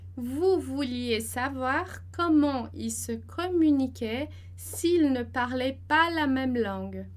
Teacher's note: é uma pergunta, né? Tem que fazer a entonação crescente lá para cima.